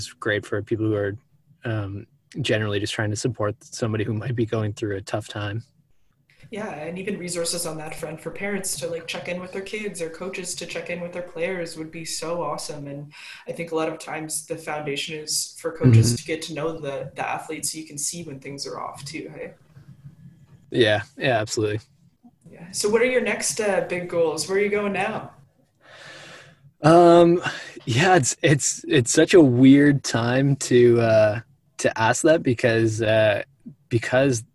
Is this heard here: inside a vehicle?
yes